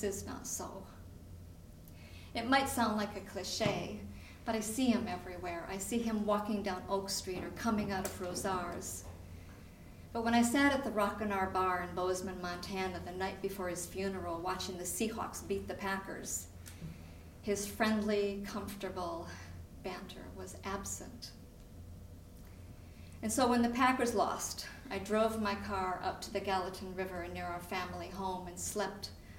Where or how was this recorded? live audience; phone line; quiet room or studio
live audience